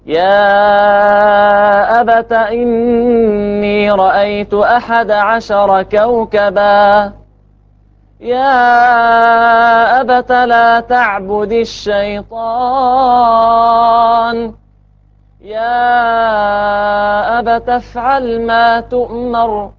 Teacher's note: يا أبت بالفتح حيث جاء، يعني أينما وردت في القرآن كله